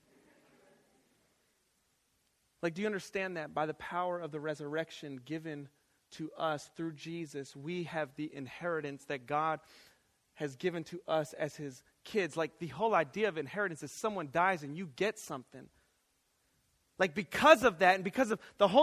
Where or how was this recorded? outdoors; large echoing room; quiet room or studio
large echoing room